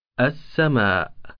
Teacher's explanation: فتقرأ همزة الوصل مفتوحة مع الحرف المشدد الذي يلي اللام، وتحذف اللام في القراءة، فكلمة السماء تقرأ السماء. · Term: اللام الشمسية